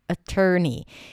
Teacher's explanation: even though we have the letter O, we don't really hear an O sound. So we start with a schwa sound